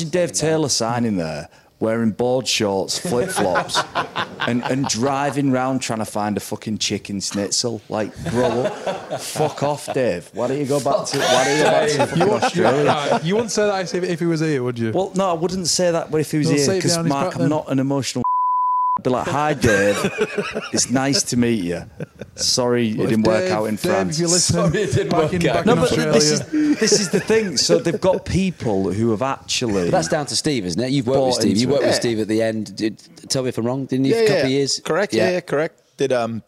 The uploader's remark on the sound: Live from Seven Brothers Brewery & Taproom in Salford